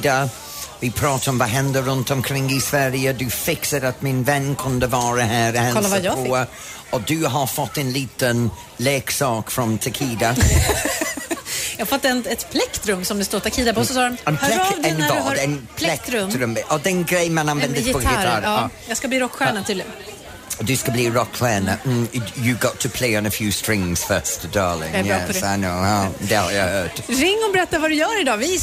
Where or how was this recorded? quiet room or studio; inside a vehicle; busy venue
busy venue